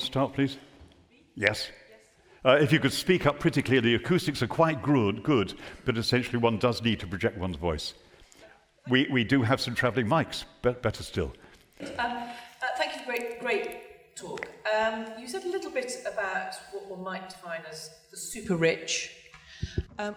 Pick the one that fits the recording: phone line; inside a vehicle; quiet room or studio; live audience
live audience